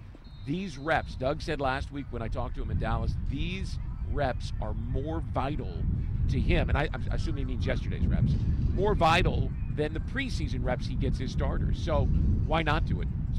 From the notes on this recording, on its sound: LIVE from the second day of joint practice with the Detroit Lions